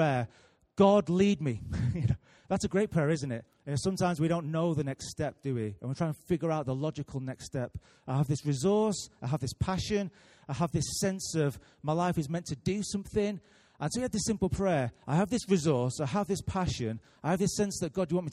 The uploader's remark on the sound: Recorded live at Life Church on Sunday 3rd June 2018.